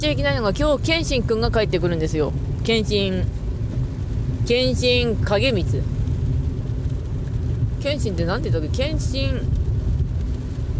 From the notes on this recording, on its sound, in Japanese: 車の中の土曜日。From Radiotalk。